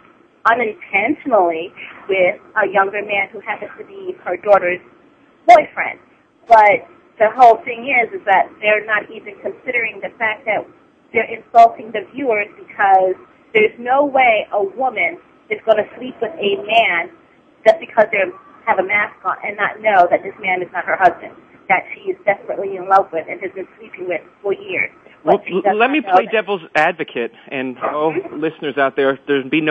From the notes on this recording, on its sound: It's time again to open the phone lines to you